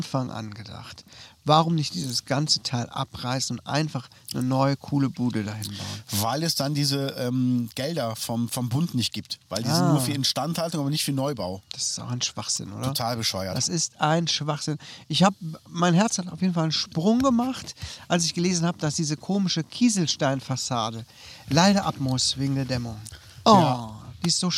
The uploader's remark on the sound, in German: Outdoor Spezial.